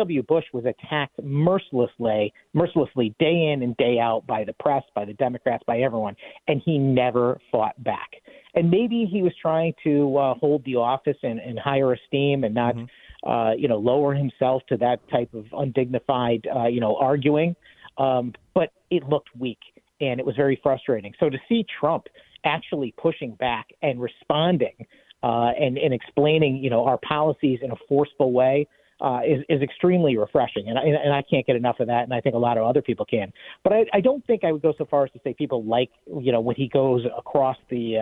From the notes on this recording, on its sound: take some phone calls